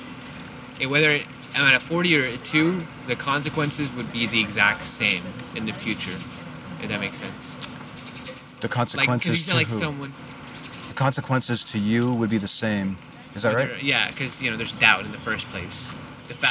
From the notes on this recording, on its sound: Location: San Antonio, Texas. Recorded w/Go-Pro.